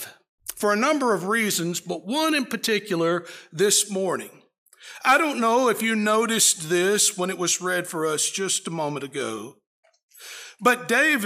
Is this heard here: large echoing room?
yes